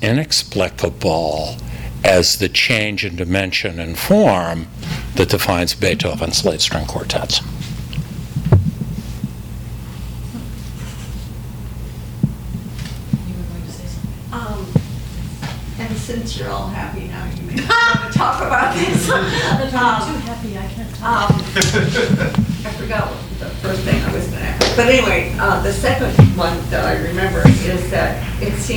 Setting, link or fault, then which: setting, live audience